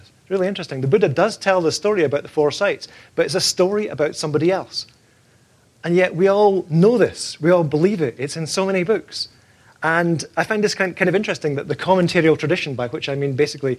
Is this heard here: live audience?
yes